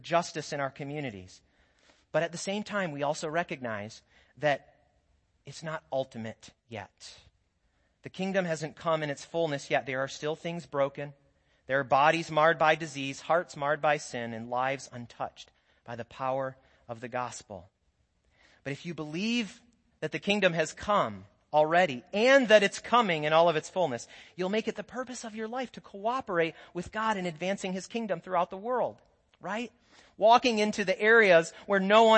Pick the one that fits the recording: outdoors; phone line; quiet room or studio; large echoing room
large echoing room